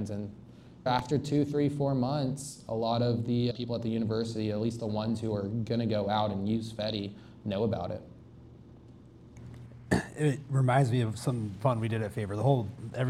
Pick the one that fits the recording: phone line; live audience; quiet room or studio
live audience